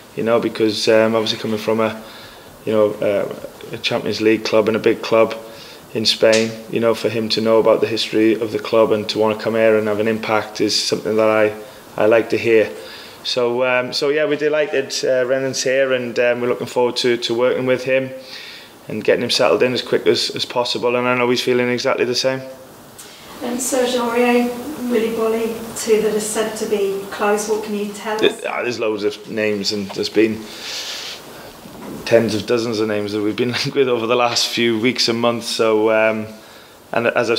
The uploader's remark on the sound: Pre Match Press Conference